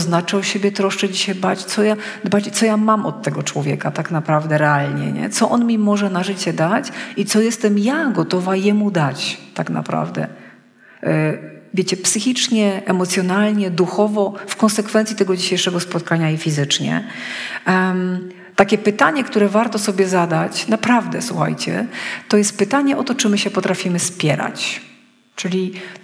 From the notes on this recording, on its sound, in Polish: Wykład zarejestrowano w trakcie konferencji młodzieżowej "Trudne sprawy", która odbyła się 26 listopada 2022, w Gminnym Ośrodku Kultury w Pawłowicach.